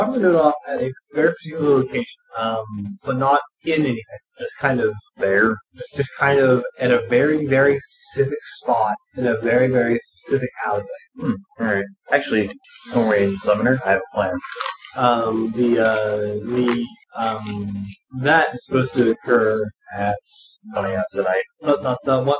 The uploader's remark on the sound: Sorry about the audio